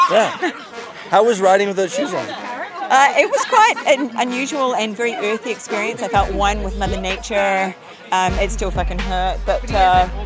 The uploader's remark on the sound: Live from O-Cup #3, Baseball Cross.